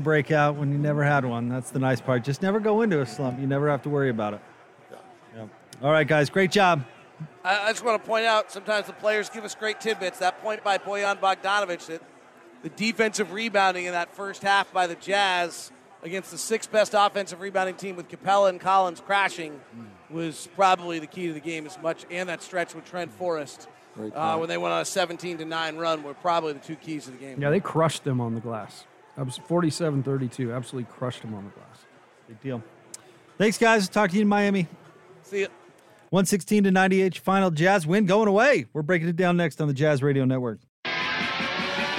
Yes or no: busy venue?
yes